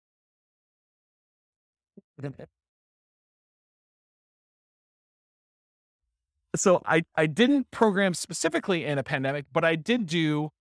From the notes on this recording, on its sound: This was a live class recorded